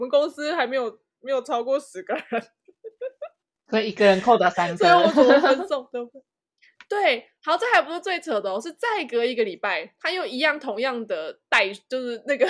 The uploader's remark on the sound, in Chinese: 這次錄音遇到比較多問題，所以剪輯調整花了比較多時間。